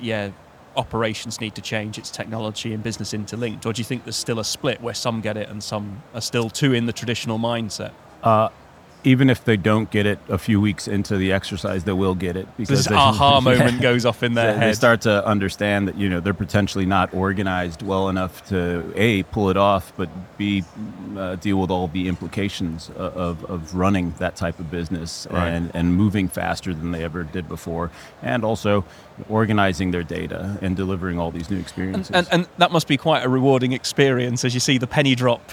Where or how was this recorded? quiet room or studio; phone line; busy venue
busy venue